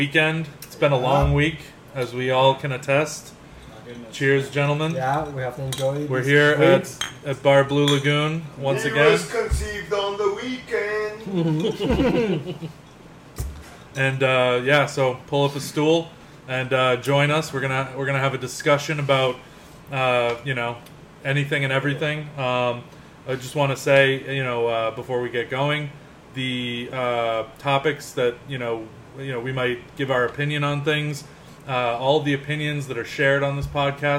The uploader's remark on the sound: Live from the Bar.